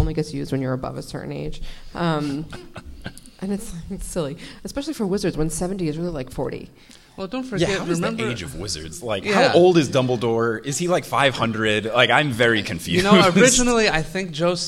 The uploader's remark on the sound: Live from PodX! Live at PodX, the podcasting convention.